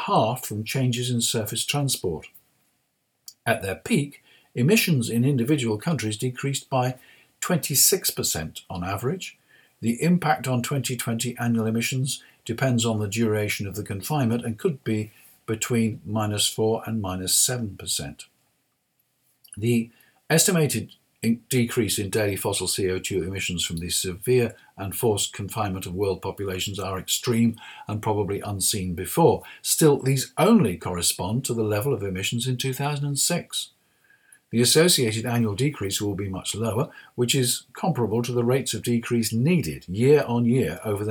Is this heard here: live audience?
no